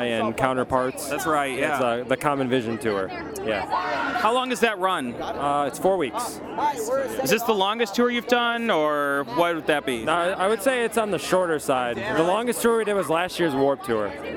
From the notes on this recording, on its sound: Recorded on the red carpet of the 2015 Alternative Press Music Awards